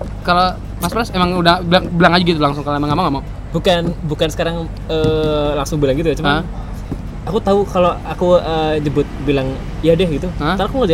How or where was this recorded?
outdoors